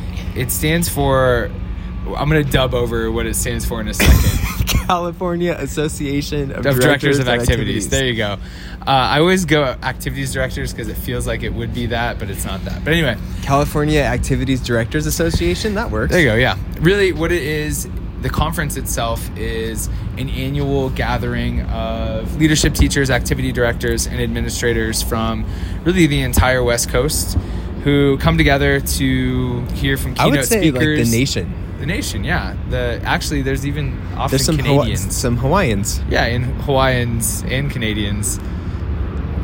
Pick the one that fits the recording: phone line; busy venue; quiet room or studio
busy venue